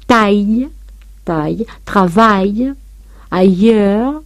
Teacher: aparece AI delante de una palatal y no se forma ese diptongo, sino que se pronuncia separadamente las dos vocales. Decimos taille, taille, travail, ailleurs, de manera que AI se pronuncia E, claro está, pero E abierta, pero delante de L o E, suena separadamente las dos vocales.